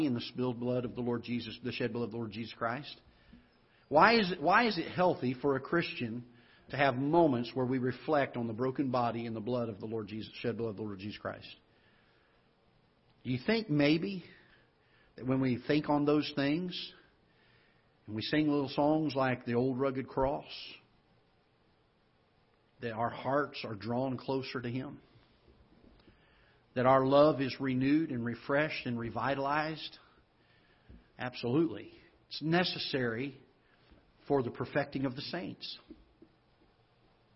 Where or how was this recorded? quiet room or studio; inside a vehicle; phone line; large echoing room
large echoing room